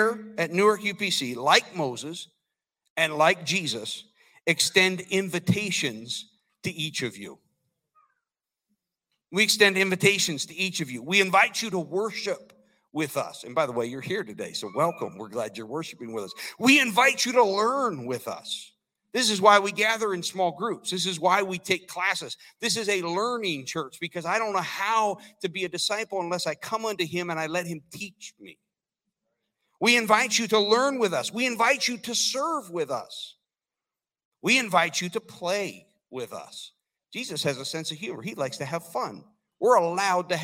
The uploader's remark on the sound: This sermon was recorded live on November 27th 2022 at Newark United Pentecostal Church